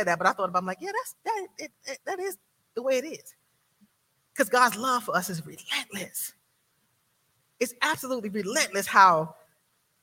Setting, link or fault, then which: setting, large echoing room